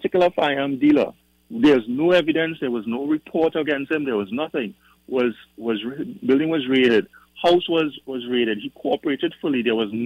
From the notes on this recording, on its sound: During this hour we take calls from our audience.